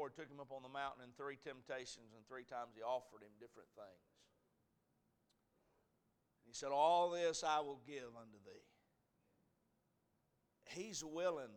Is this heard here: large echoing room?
yes